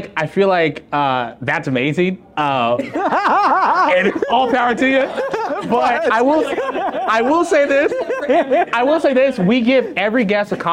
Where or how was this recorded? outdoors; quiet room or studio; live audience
live audience